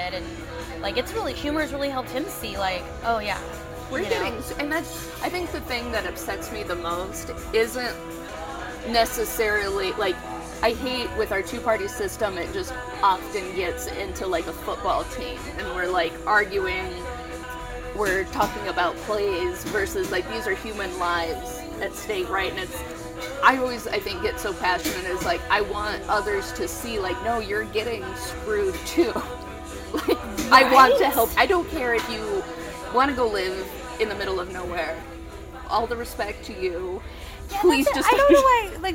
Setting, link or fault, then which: fault, background noise